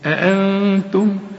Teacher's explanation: بس خد بالك النون عايزة غنة، كل نون بدون تشكيل خد بالك منها قبل ما تنطق، شوف وضعها إيه، دي عايزة غنة.